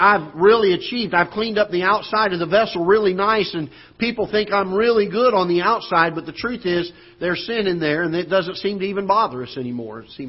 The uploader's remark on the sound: Ketha Heights Baptist Church ~ Live Broadcast